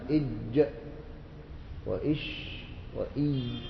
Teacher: الجيم ثم الشين ثم الياء الياء تتأخر قليلا · Term: حروفا شجرية